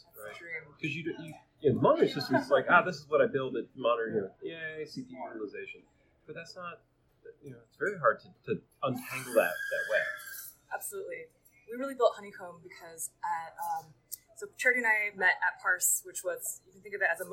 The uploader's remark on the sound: Coming from a recording at SRECon Americas in March 2018 at Santa Clara Convention Center Hyatt.